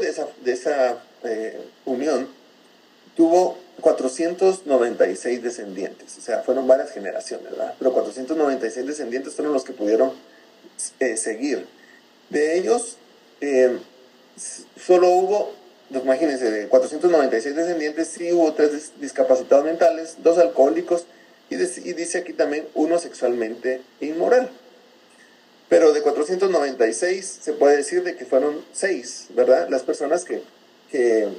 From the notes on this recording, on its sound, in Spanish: Por dificultades técnicas no pudimos tener una mejor calidad de audio. Nos disculpamos de antemano por la calidad del audio.